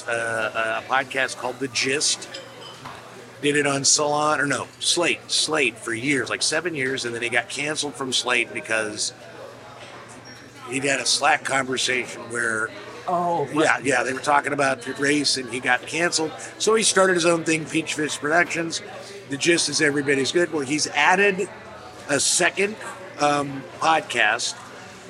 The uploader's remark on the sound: Live from Chicago! They convene at the Cornerstone Cafe for breakfast and recorded the ApeCast amongst other diners and also have a lovely breakfast.